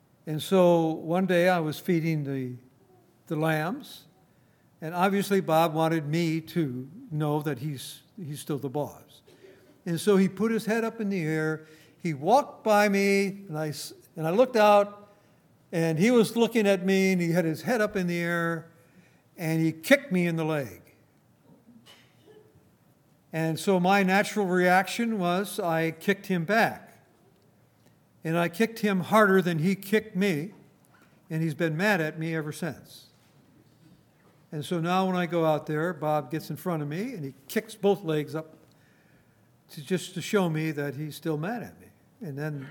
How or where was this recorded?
large echoing room